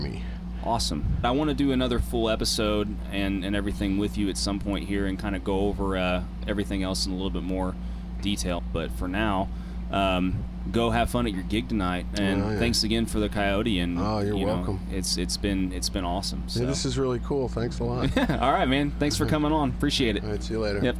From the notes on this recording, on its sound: This episode comes to you from a past Kentucky Falconer's Association annual picnic and was recorded with two falconers.